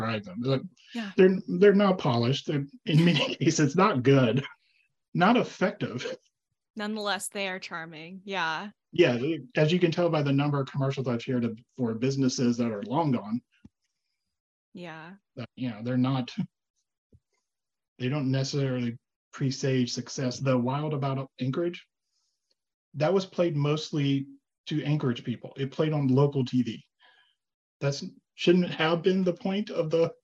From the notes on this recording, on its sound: Zoom Room. Alaska Teen Media Institute is based in Anchorage, Alaska.